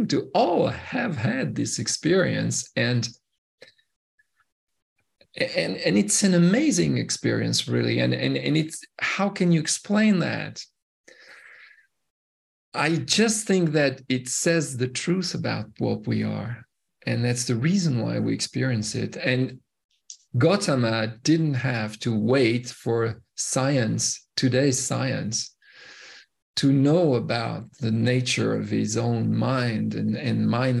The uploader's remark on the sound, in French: Une conférence en ligne.